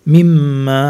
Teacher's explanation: الميم المشددة فيها الغنة